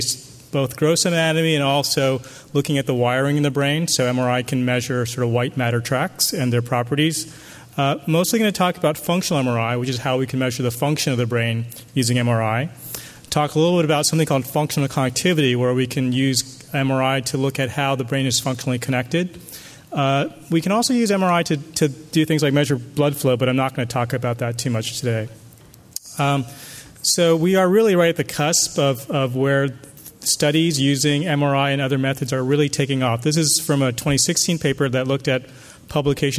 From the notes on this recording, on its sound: as part of the Tibetan Medicine Conference on Mind-Body Health held at Harvard in October, 2017